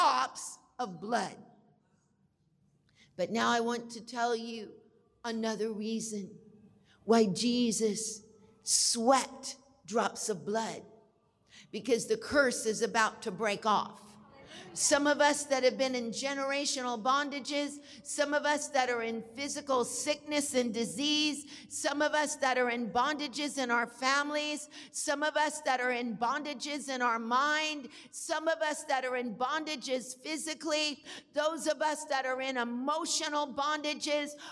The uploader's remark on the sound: we will go live to the Good Friday Deliverance Service